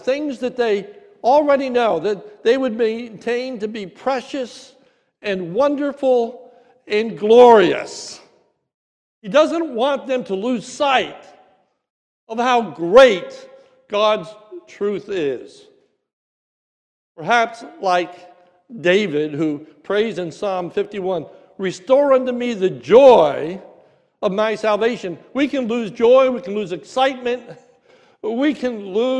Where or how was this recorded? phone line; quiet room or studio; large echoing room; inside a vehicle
large echoing room